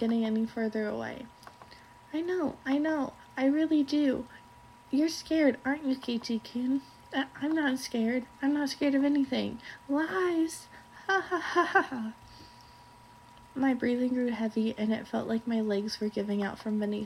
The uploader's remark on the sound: This one has the background sound